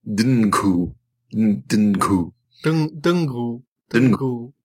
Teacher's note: it's supposed to be a syllabic N, so it should be Dungu.